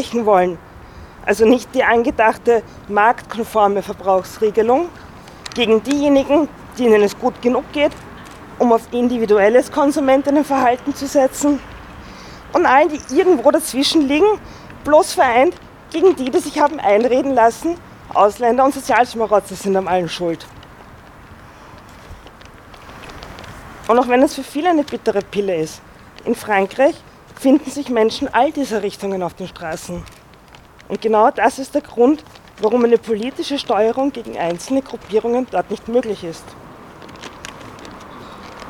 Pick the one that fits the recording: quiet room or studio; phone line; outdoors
outdoors